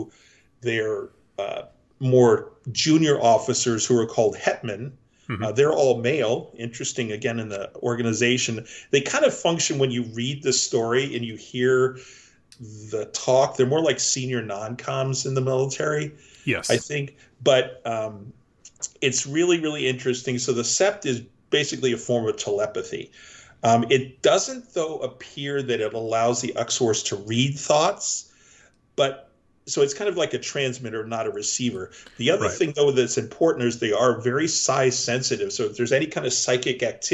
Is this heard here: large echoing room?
no